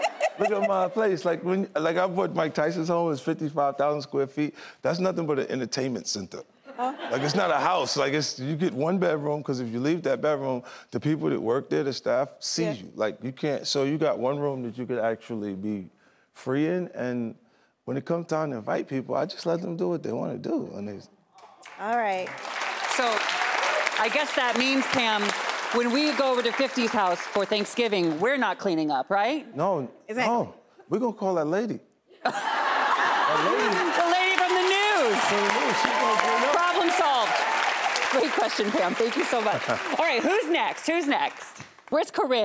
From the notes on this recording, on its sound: up close and personal with the in-studio audience in an all-new Q&A